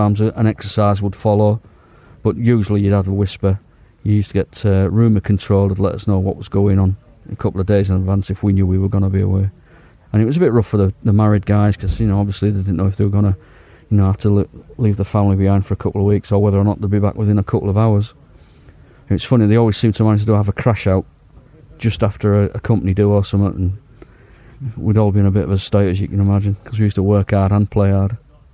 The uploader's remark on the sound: The episode was recorded at one of the Hack Green Nuclear Bunker Living History Weekends